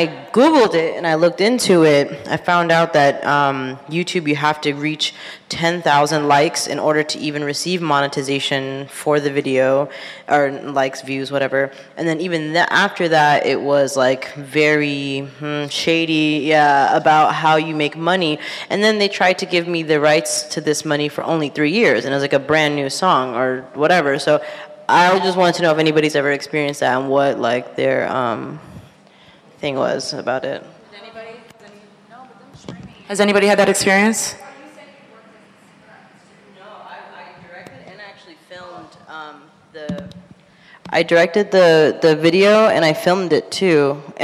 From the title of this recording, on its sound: live recording